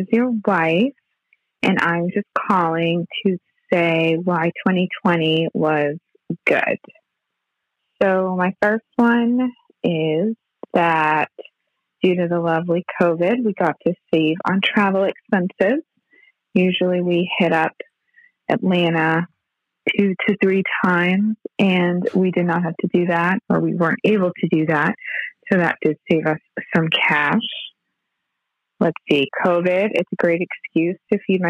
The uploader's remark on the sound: along with an assortment of callers